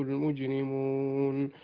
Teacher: ربما أن السرعة شوية جعلتك تأكل بعض الأحكام مثل قلقلة في المجرمون، لم تقلق الجيم